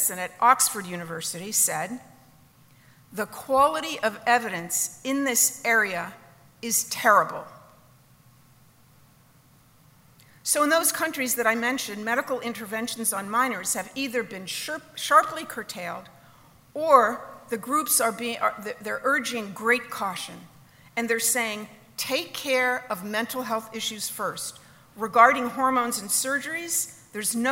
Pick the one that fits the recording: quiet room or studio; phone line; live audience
live audience